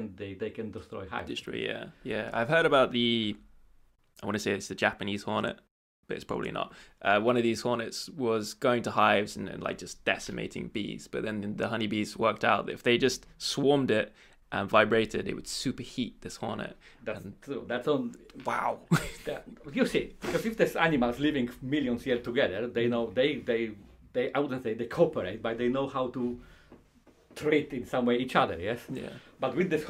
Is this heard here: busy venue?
no